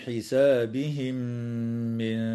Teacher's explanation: وتدغم الميم الساكنة في الميم مع الغنة